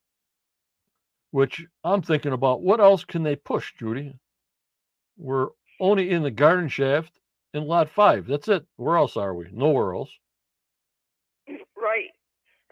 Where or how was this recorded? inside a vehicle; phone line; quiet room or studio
phone line